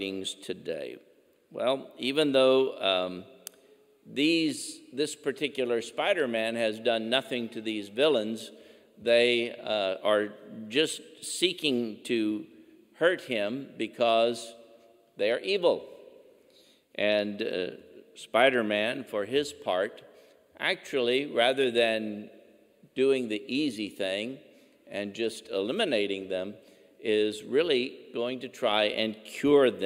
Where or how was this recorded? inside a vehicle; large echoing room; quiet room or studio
large echoing room